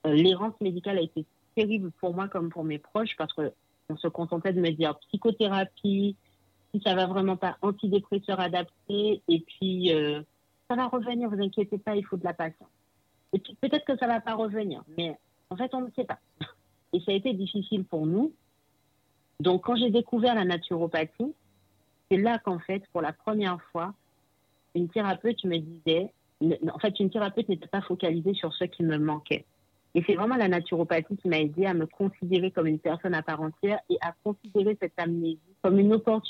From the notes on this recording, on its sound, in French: Vous me pardonnerez la qualité sonore due à une mauvaise communication téléphonique. Mais j’ai refusé d’enlever à la spontanéité de l’échange en procédant à un nouvel enregistrement.